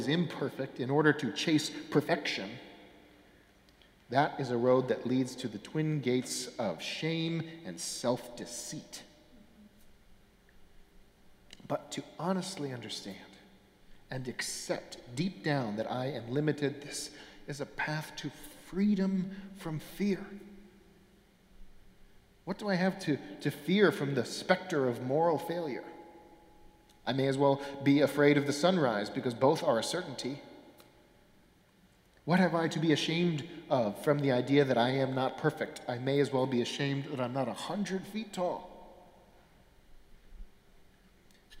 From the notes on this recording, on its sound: Sermons from Old South Church in Boston